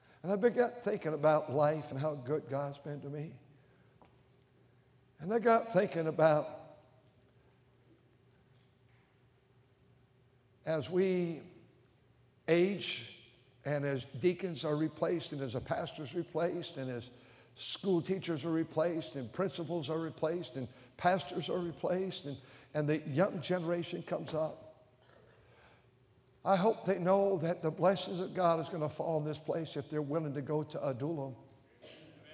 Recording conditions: large echoing room